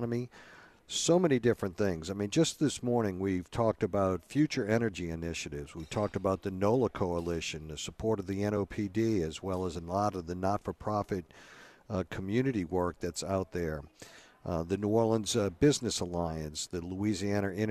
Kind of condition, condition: setting, busy venue